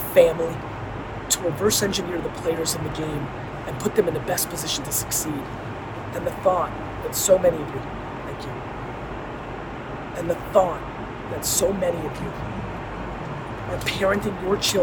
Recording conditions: phone or laptop microphone